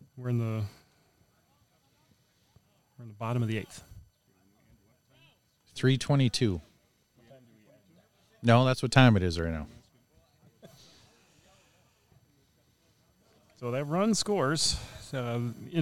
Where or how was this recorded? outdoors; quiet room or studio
outdoors